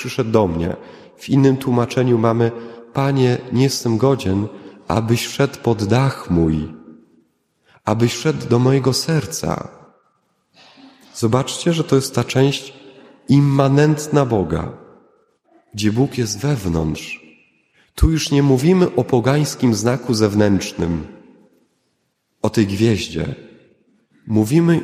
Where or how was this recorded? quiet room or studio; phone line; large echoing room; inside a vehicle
large echoing room